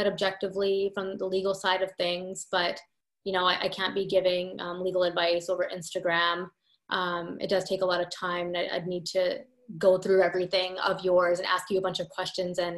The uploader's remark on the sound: 1 Hour Q&A Webinar. Today we did a live Q&A session.